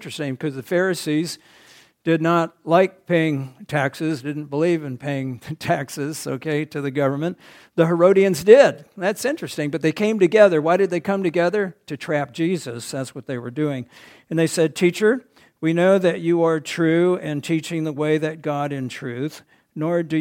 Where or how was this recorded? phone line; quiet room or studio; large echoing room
large echoing room